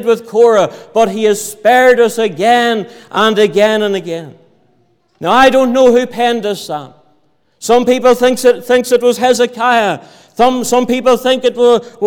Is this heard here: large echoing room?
yes